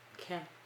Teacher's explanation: When it's French, you drop the last consonant.